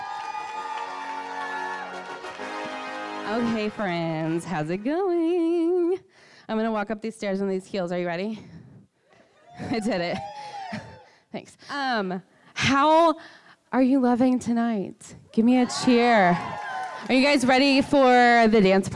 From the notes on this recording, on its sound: Live from the The Fearless Conference. Live from the The Fearless Conference.